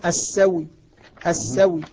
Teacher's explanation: واو مكسورة مرامة روم. أما الوجه الثاني فهو إبدال الهمزة واو وإدغام الواو فيها فصارت واو مشددة السو السو، فهنا نلاحظ أنه لما نطق بها نطق بها مشددة فيها نبر، فيها نبر وفيها قوة.